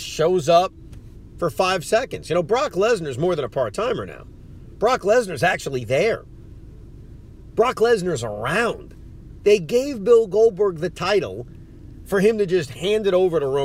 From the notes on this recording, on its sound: Recording from his rental car in Florida